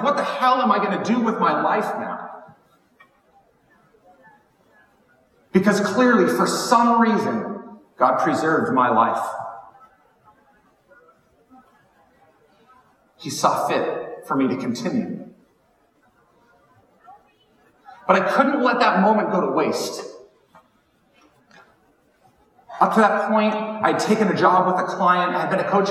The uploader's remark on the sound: Keynote from WBM19. This episode features the audio from a keynote I recently shared. While the audio is not to the quality I prefer.